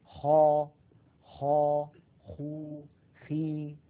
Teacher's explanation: من أدنى الحلق كما ذكرنا حرف الخاء